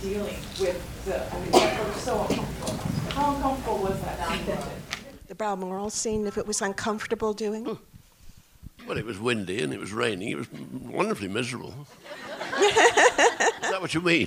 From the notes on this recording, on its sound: Recorded at the Landmark in Los Angeles on 9/22/17.